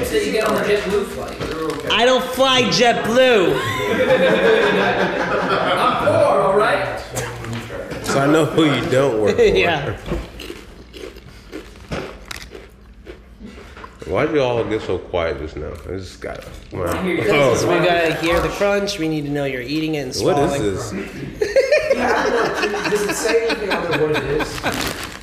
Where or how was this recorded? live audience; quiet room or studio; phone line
live audience